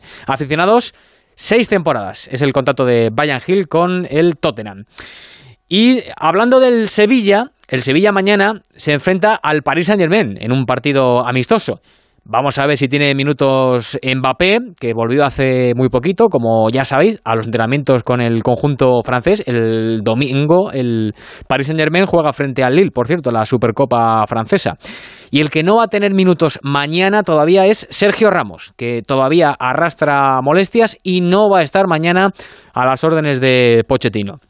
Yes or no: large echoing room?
no